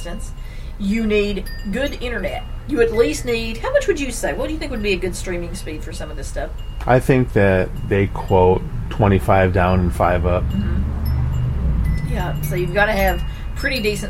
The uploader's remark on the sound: take the recorder outside for the New York Front porch edition